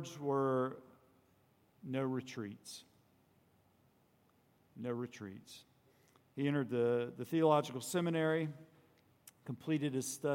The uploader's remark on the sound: On Sunday, June 16 at Redeemer Presbyterian Church in Charleston, SC, we heard the Word preached from Rev.